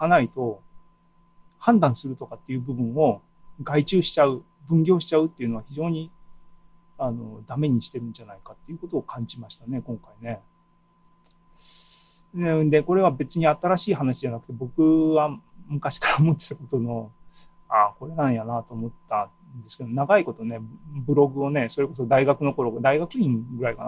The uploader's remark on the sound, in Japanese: ZOOMライブの模様です。